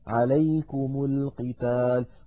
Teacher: عليكم للقتال أيضا التقى ساكنان، الميم ساكنة ولام التعريف ساكنة، فحركنا الميم بالضم